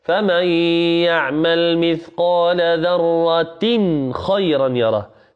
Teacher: تن خيرا ولا توجد غنة